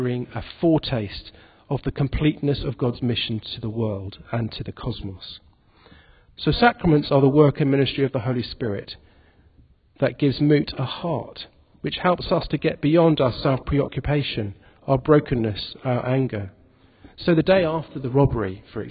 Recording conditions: large echoing room